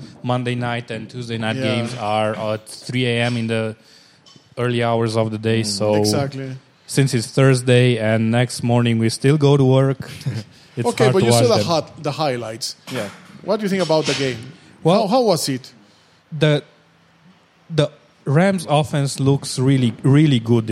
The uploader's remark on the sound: This week we decided to have our recording at a different location and what better opportunity than to do it directly at our Crusaders Gym.